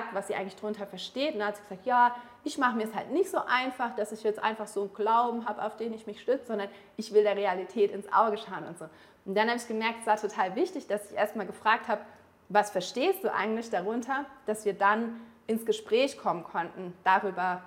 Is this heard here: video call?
no